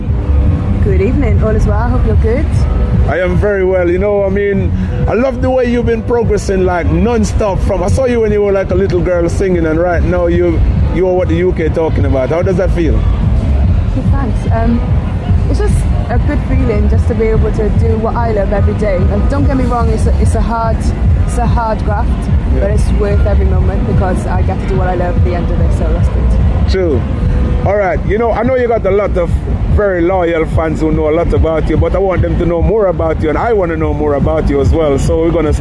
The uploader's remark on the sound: Shared the bill at a festival earlier this year and caught up back stage to chat!